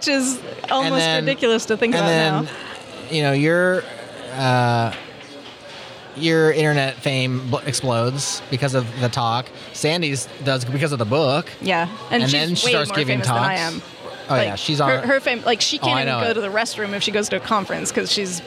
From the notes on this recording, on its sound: Welcome to the first Spotlight series recorded at OSCON London 2016.